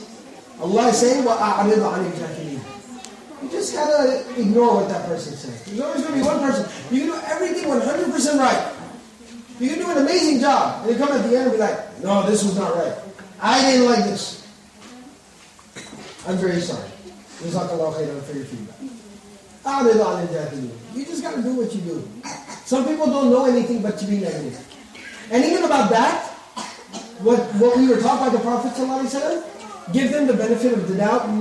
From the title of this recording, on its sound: Lecture Night Q And A Session